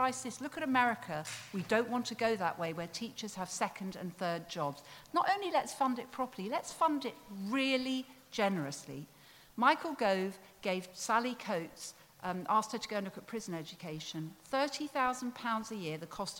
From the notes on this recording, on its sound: Recorded live at Wilton's Music Hall London in April 2019.